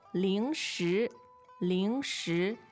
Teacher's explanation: 零食 is two second tones